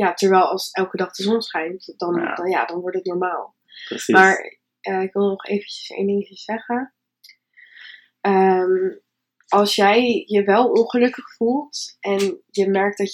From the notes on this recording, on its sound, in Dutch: Het geluidskwaliteit is nog niet helemaal top.